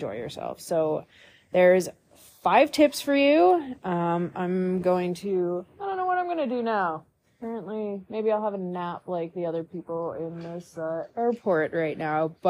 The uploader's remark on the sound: Live from the Calgary Int. Airport.